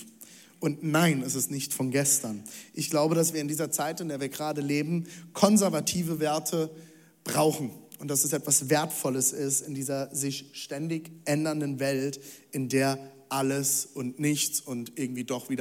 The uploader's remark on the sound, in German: Audiomitschnitt der Predigt